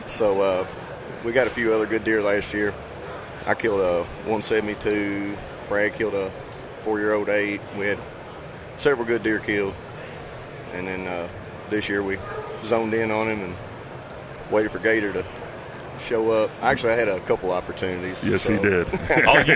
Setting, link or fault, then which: setting, busy venue